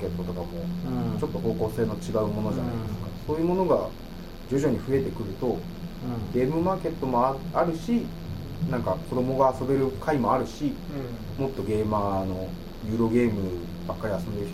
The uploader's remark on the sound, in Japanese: １月に録音したものです。音質が悪く聞き取りづらいかと思いますがご容赦ください。